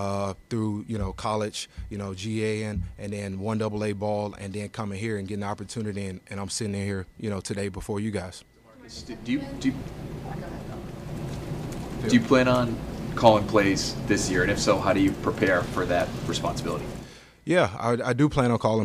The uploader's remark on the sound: addresses the media during his press conference at Gillette Stadium on Wednesday, February 21, 2024